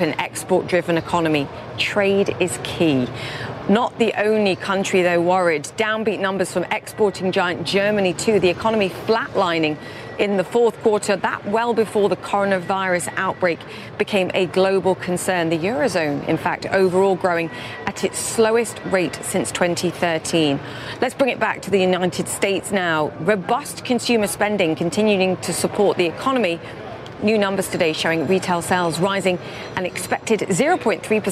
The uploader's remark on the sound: live from the New York Stock Exchange